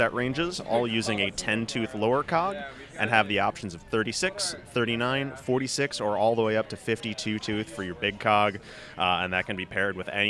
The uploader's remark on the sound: This week we come to you with recordings live from the Big Sugar Gravel event in Bentonville, AR.